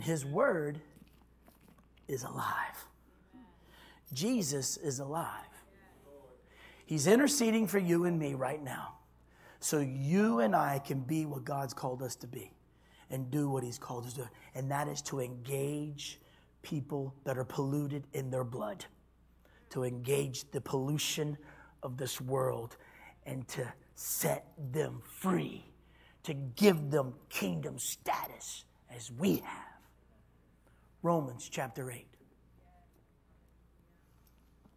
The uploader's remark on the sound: this was recorded on Wednesday at Abundant Living Ministries